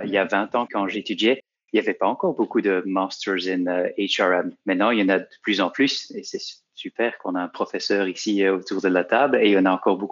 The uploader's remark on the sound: Panel discussion (NL-FR). This episode of HR Talks is a recording of a panel discussion that took place during the recent Virtual HR innov & tech Day (powered by HRMinfo).